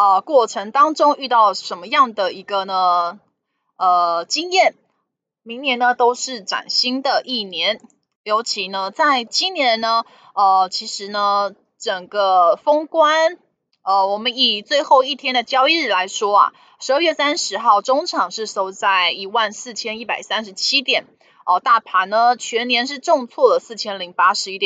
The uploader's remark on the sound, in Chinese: 本集有些許雜音，已亟力避免，如有察覺請多多包涵